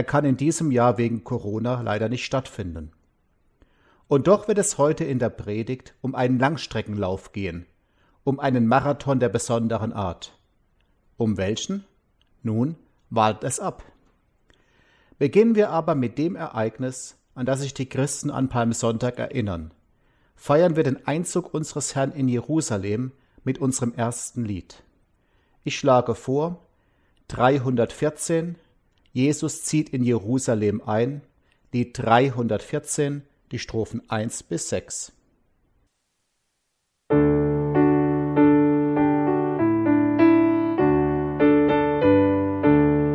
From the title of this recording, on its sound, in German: Gottesdienst am Palmsonntag 2021